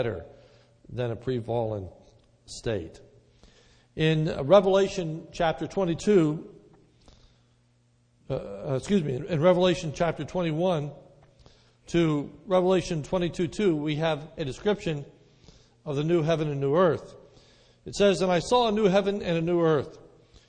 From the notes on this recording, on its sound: This sermon was recorded on 11/21/2010 in the evening service.